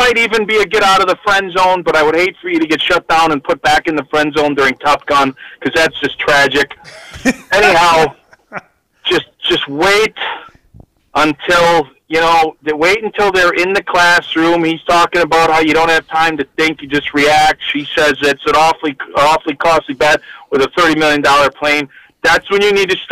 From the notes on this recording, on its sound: We also have a special call